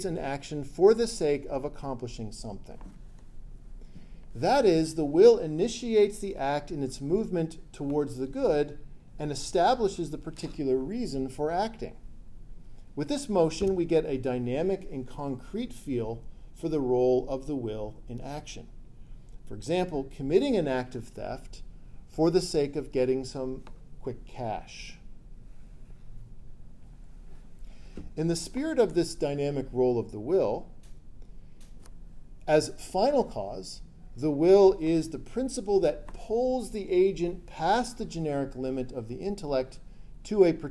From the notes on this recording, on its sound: This lecture was given on November 18th, 2023, at University of South Florida.